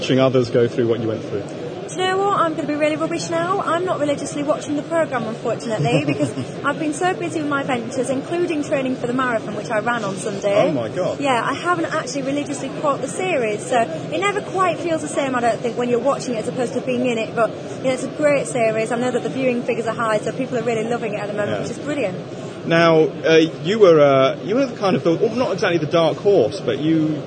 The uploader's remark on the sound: Live from the Business Startup Show.